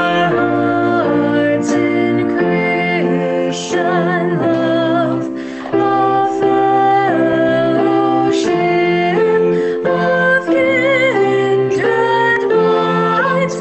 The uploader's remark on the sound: Our zoom streamed service